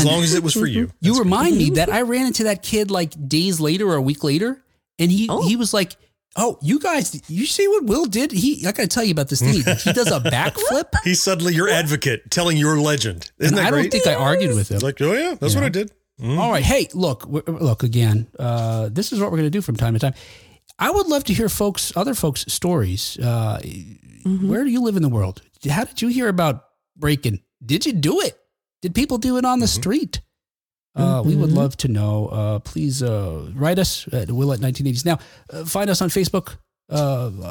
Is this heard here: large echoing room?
no